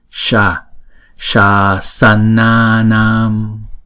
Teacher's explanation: chữ sờ đầu tiên là phải ển cái lưỡi lên đọc sha